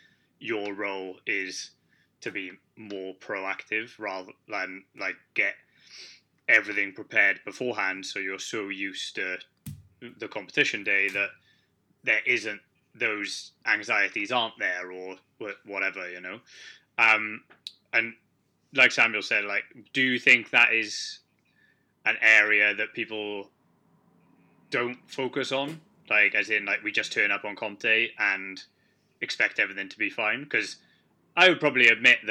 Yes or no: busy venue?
no